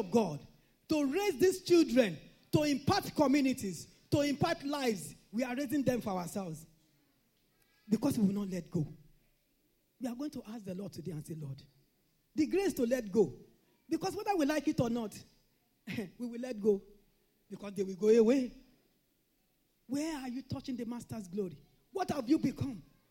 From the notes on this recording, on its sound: This Sunday Service message